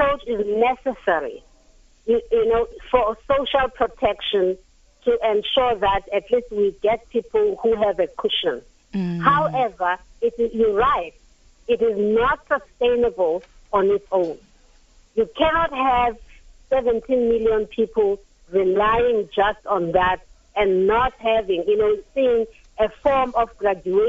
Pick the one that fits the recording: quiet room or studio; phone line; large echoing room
phone line